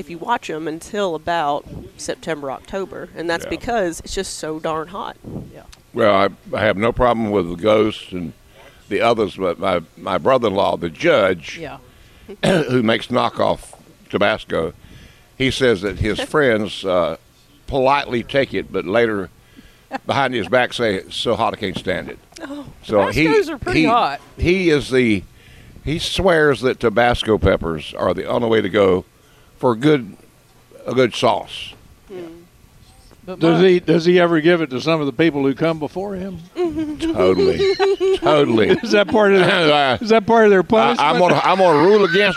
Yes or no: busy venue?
yes